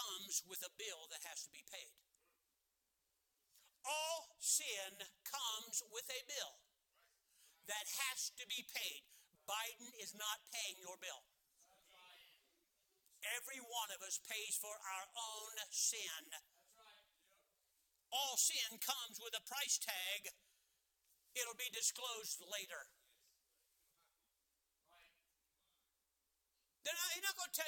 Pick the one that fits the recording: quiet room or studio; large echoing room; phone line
large echoing room